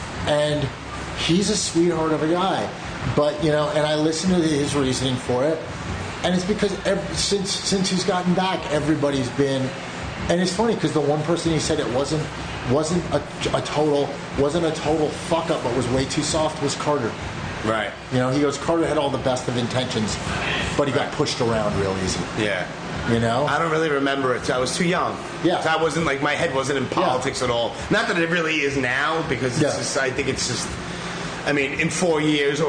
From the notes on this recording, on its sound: Recorded Live from Bushwick, Brooklyn at Physical Culture Collective. There is definitely some Brooklyn ambience with some sirens and passing subway trains in the background.